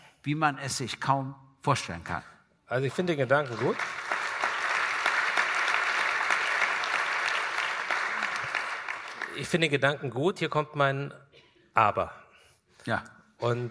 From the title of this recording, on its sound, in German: GGG Live aus Kulmbach Teil I